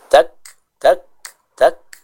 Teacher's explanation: suaranya terhenti dulu, baru setelah itu dikeluarkan sedikit hamznya · Term: huruf kaf